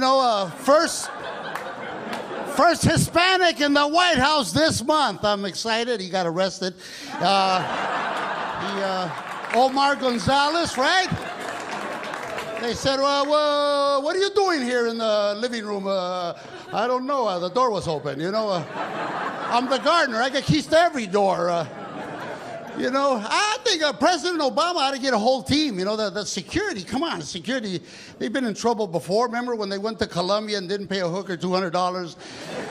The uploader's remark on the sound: Stand Up Comedy Live Gotham Comedy Club